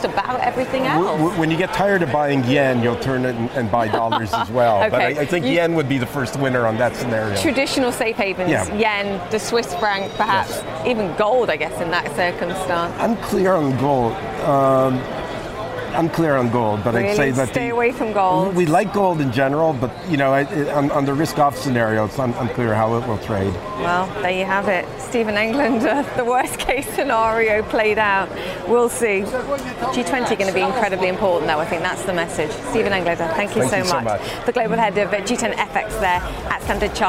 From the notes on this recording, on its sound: live from the New York Stock Exchange